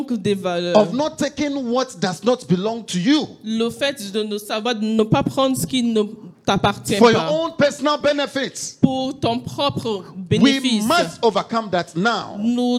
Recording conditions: large echoing room